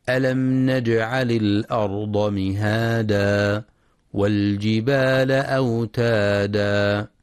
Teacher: ينتبه القارئ لترقيق الهمزة في كلمة الأرض وعدم تفخيمها، فلا يقرأ الأرض بتفخيم الهمزة.